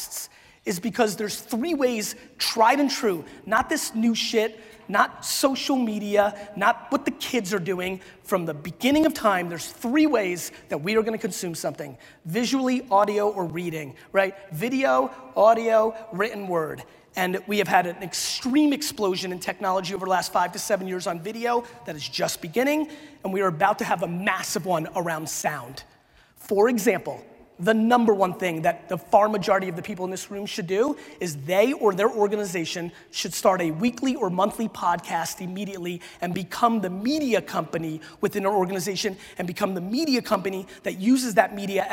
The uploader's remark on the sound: A Keynote: SALT Conference 2017